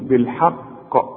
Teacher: إذا وقفت على القاف دي هنقلقلها، أنت فاكر الشريط رقم 18 كنا بنتكلم على قلقلة الحروف، فإذا وقفنا أهو القاف دي بقى عليها الشدة، نقول بالحق.